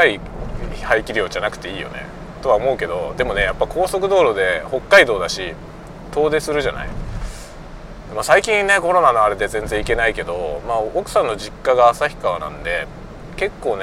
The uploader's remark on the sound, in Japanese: 車運転しながら雑談。尻切れで終わってます。